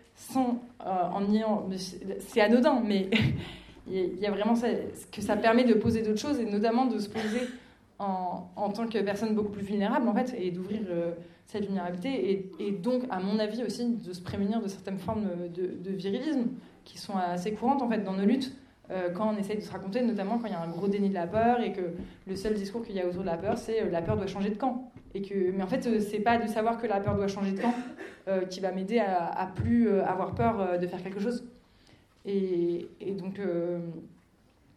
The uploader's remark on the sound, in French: Enregistrement d'une session lors des rencontres d'écologie anticapitaliste "La mer monte", du 6 au 9 avril 2023 à Marseille.